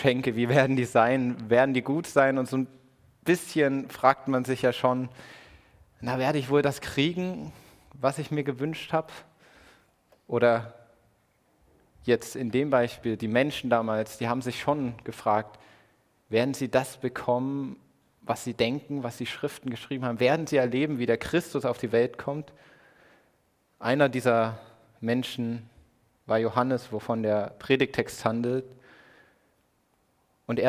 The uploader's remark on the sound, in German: Predigt im Rahmen des GreifBar+ Gottesdienstes